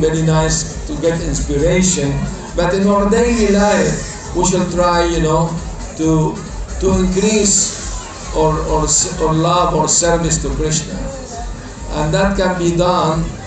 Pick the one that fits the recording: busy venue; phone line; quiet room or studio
busy venue